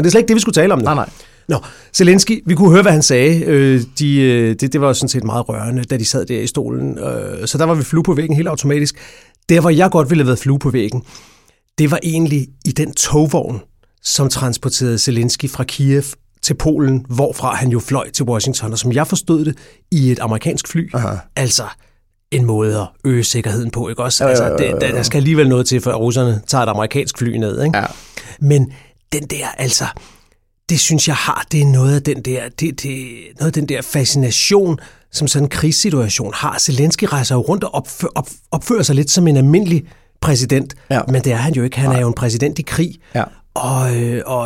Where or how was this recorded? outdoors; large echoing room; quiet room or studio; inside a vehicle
quiet room or studio